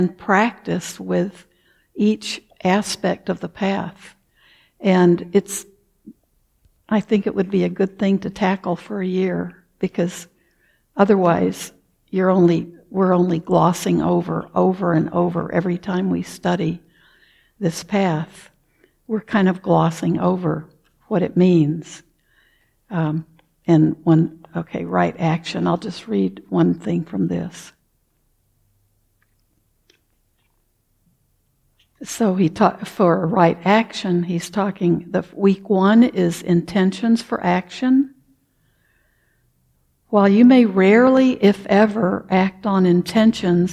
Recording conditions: large echoing room